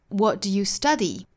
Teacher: 如果是一个特殊疑问句，比如说 What do you study?是用降调说出来的